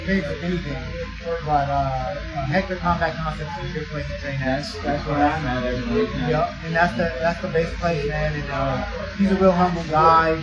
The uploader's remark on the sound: I am on location outside of Aguilar's Combat Concepts